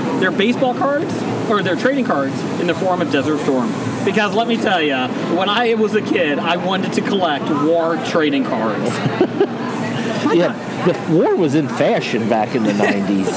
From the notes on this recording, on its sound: Recorded at Cincinnati Comic Expo.